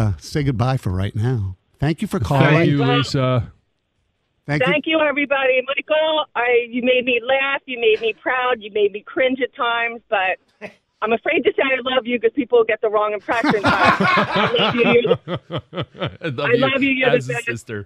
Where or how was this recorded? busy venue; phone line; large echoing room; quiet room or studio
phone line